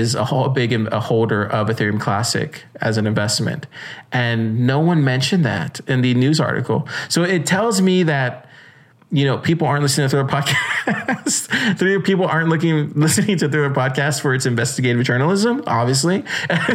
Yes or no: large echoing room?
no